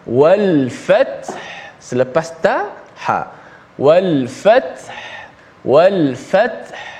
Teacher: wal fat wal fat menggugurkan huruf ha sedangkan ha kena bunyikan ha sifat dia lemah sikit dia taklah bunyi sekuat ta